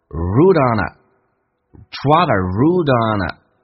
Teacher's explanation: route 跟 on 连音叫 routeon， on 跟 a 叫 ona